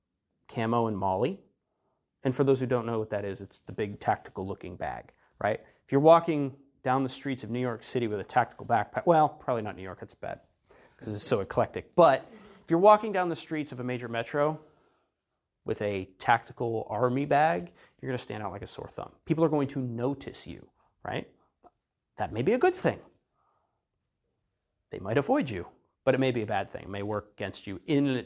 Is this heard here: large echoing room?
yes